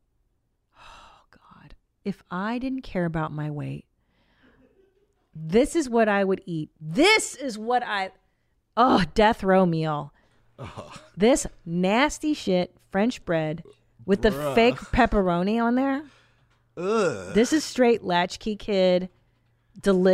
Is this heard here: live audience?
no